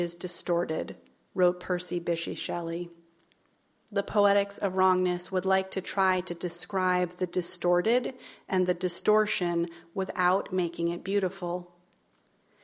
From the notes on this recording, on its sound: as part of the Seattle Arts & Lectures Poetry Series on November 14, 2016 at McCaw Hall